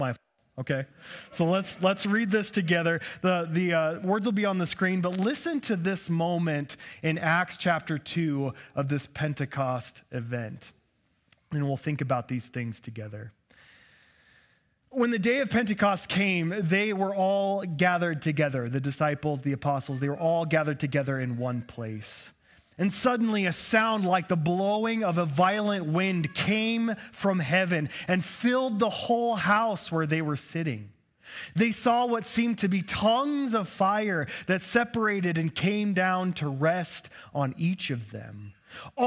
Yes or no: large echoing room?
yes